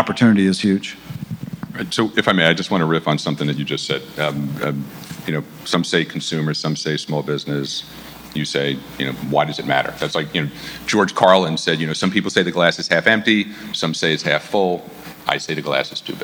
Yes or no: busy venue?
yes